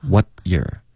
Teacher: What 的结尾呢？要有一个干脆的停顿，你要动舌尖，舌尖顶上颚